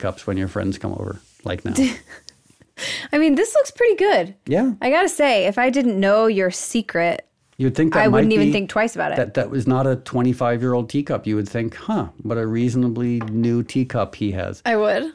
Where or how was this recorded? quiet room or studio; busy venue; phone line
quiet room or studio